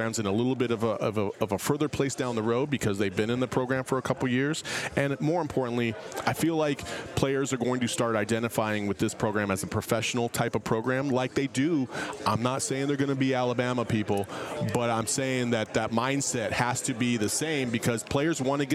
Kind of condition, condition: setting, busy venue